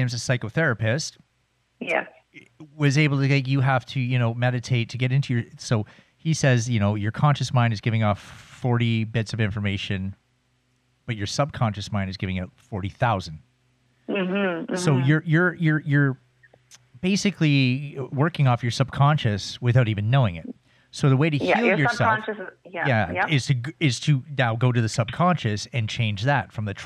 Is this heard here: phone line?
yes